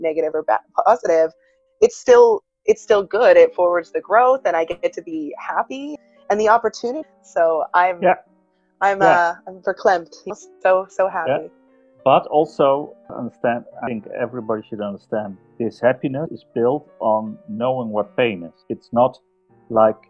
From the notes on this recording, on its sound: Joins us all the way from the Netherlands! We did have *some* audio issues. This episode was edited with no experience, and may be reflected in the audio quality.